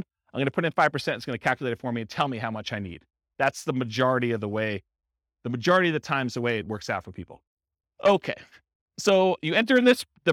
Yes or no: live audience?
yes